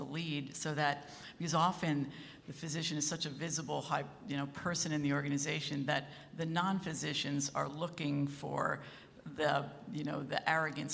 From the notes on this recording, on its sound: In this session recorded at CMO Summit 2022